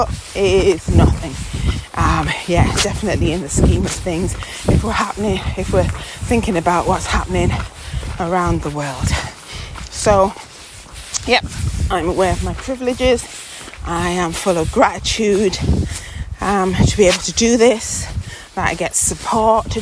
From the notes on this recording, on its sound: Is recoding this episode out on location while walking The West Highland Way. A 96 mile hike from the lowlands to the highlands of Scotland. Talking through the wind and rain.